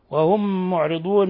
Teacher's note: وهم معرضون ميم ساكنة جاء بعدها ميم متحركة، أضغمت الميم الأولى في الميم الثانية إضغام مثلين صغير بغنة